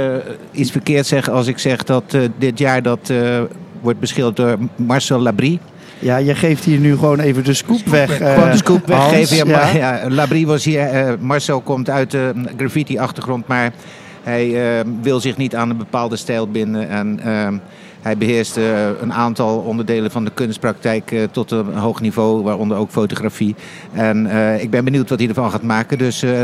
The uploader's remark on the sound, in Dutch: Vandaag live vanaf het ABN Amro World Tennis Tournament in Rotterdam over food en art.